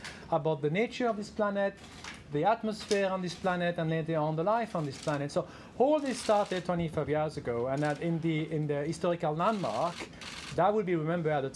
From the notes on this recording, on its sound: Press Conference. Talk to journalists at the Science Media Centre in London just a few hours after finding out about the award.